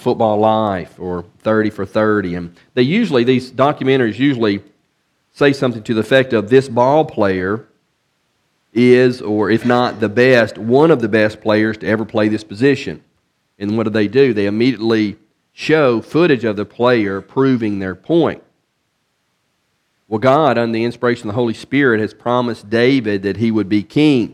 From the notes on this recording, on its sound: from the pulpit of Beaver Baptist in Brighton, Tn.